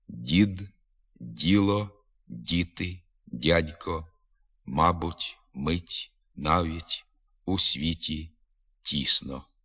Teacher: В українській мові м'які звуки «д» і «т» у більшості випадків зберігають свою якість. Тобто не тільки не заступаються звуками «дз», «ц», а й не мають натяку на них.